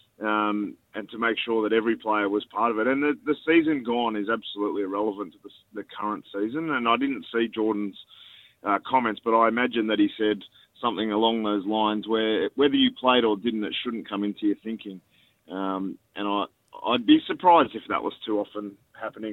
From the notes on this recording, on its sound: called in to talk